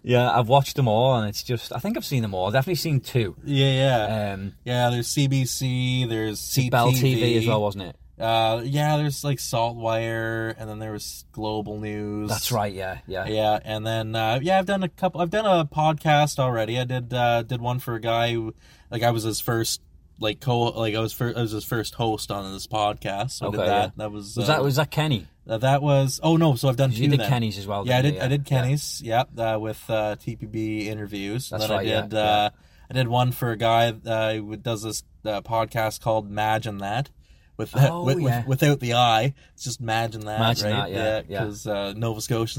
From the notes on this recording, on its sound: Live From The Shitmobile! We are live from the front seat of Ricky's famous 1975 Chrysler New Yorker AKA The "Shitmobile" from Trailer Park Boys!